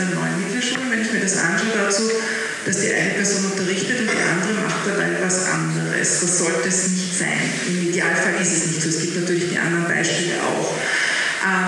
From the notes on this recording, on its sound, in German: Talking Red Live: Bildungsgipfel. Bitte entschuldigt die nicht ganz optimale Tonqualität unserer Live-Aufzeichnung.